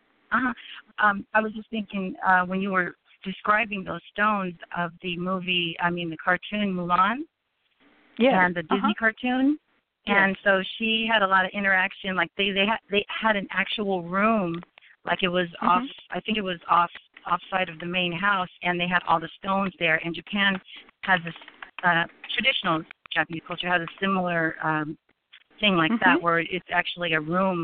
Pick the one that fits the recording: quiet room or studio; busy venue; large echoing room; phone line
phone line